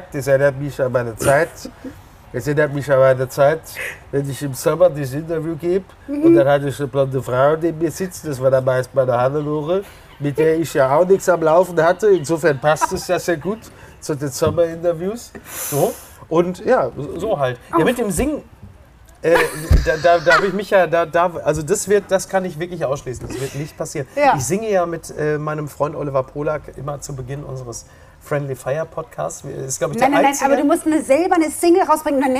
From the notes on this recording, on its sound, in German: in einem Tretboot-Schwan auf der Hamburger Alster